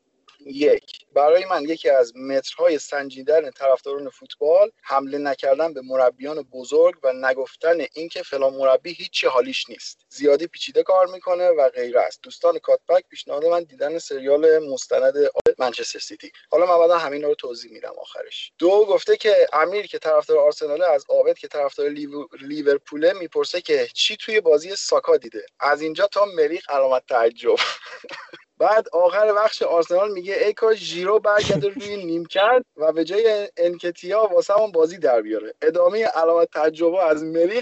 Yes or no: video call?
yes